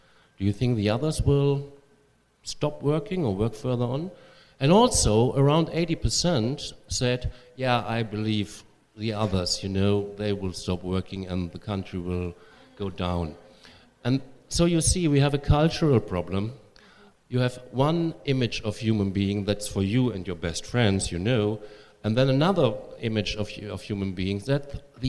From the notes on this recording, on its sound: Joined us in San Francisco for a live event about his groundbreaking campaign.